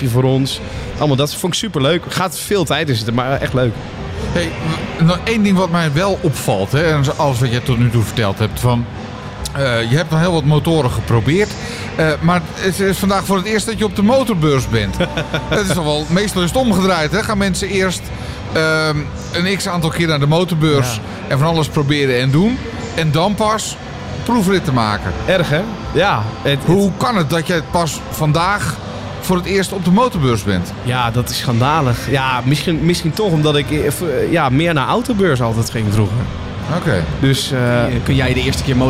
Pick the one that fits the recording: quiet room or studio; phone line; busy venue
busy venue